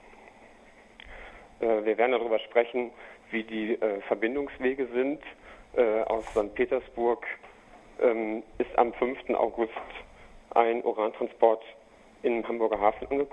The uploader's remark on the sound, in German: Telefongespräch